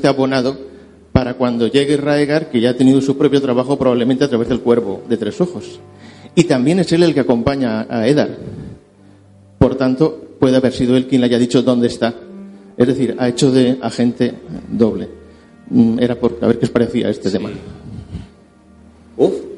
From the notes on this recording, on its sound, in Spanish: Aquí tenéis el programa en directo grabado en el Paraninfo de la Universidad Profesional de Osuna. Con motivo de la celebración del Podcast de Hielo y Fuego nº 200.